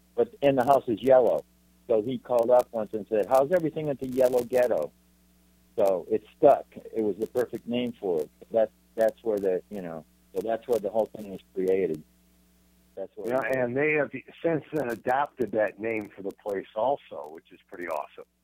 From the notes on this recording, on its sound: join me on the phone